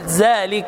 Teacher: بعض العوام أو أكثر العوام ينطق الذال كالزاي فيقول ذلك، وهذا خطأ.